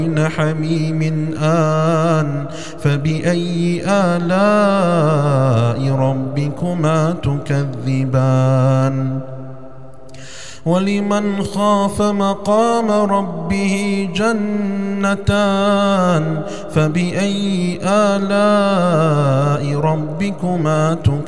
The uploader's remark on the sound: recorded at Green Lane Masjid, Birmingham, UK.